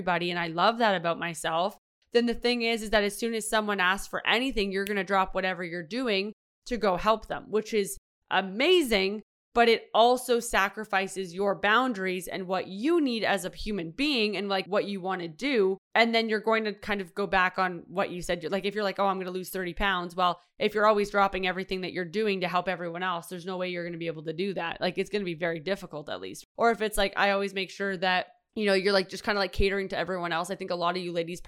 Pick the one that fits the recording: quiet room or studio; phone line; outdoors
quiet room or studio